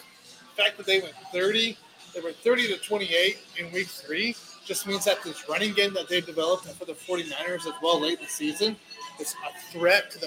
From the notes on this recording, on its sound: Live From Mr Brews Taphouse in Overland Park, KS